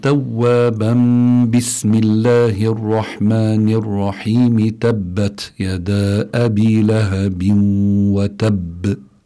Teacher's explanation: بيكون عندنا الحكم الإقلاب، يعني تقلب النون الساكنة التي هي يتضمنها التنوين تقلب ميما مخفاة مع الغنة